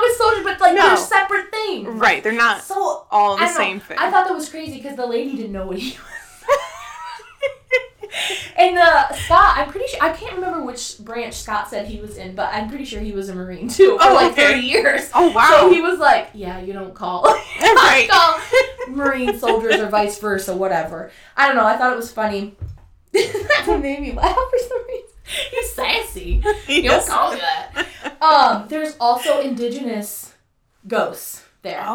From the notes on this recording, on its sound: audio is rough as this was our first time recording